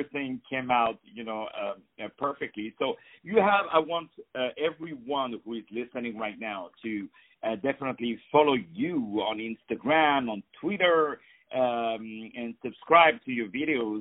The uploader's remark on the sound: On the phone